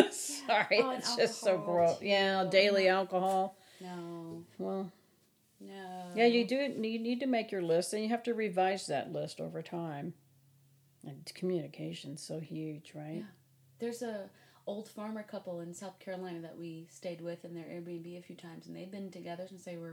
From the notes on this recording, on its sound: The audio in this episode is quiet, as we were sharing one mic on her front porch.